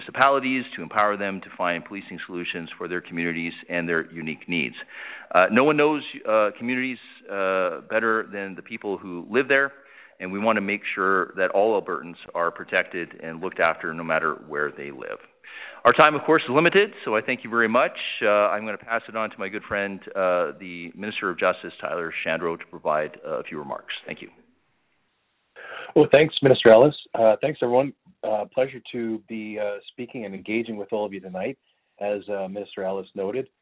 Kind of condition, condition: link, phone line